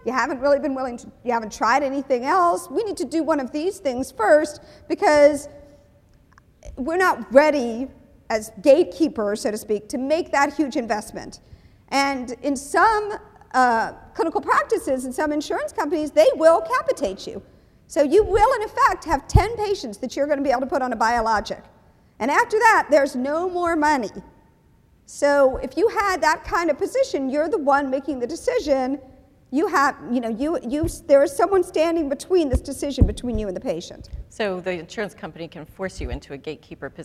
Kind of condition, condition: setting, live audience